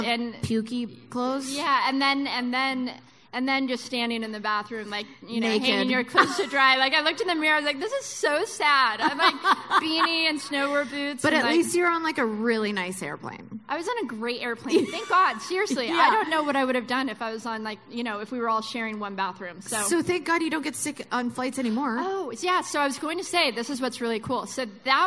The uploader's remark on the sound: another live show